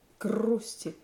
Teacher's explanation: Yeah, so she's saying that when a K comes before a G like this, there isn't enough time to say G. So even though the G would normally be voiced, what basically here what we end up doing is doubling the K sound. Grusti. Yeah, a soft, unaspirated K genau.